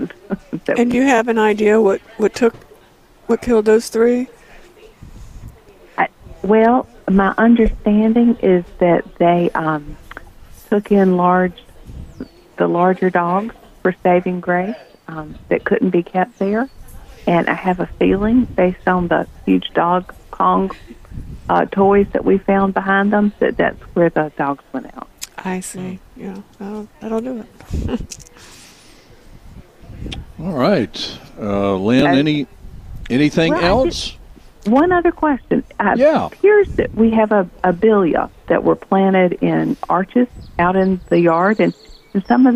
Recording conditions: busy venue